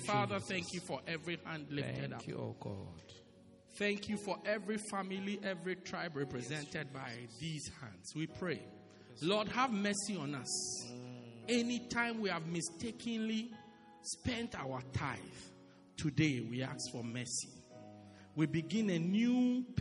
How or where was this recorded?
large echoing room